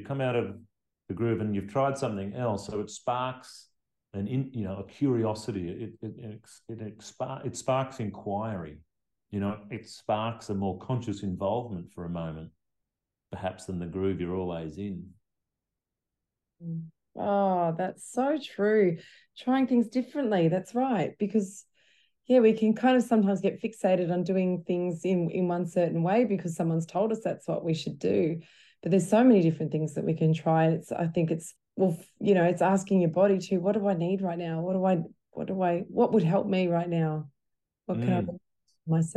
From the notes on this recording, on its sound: conversation recorded during one of the HIQA grads group calls